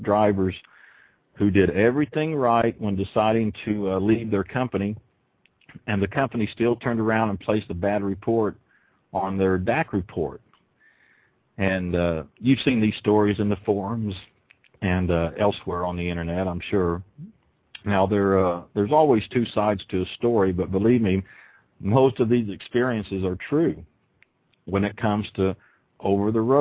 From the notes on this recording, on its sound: Opening up the phone lines to take callers questions. Truth About Trucking "LIVE".